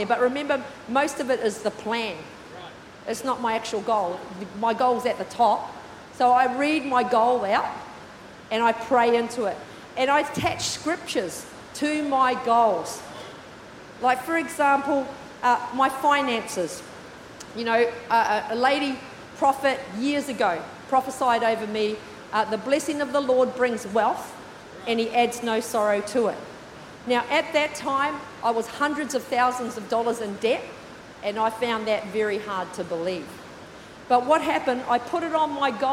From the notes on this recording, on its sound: With services streamed live at 9am AEST. Recorded during our 9am service on Sunday, the 28th of January 2024.